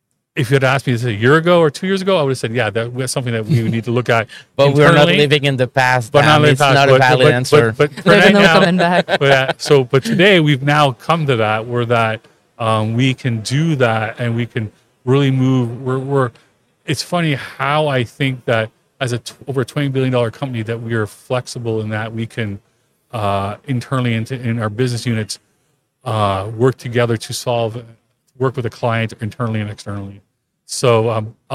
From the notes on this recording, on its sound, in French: En direct du Salon Industriel de Terrebonne